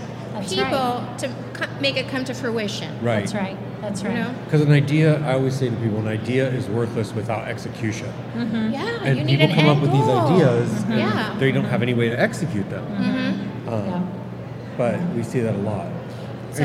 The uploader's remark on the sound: LIVE at the Home & Garden Show. From the Dispatch Home and Garden Show main stage!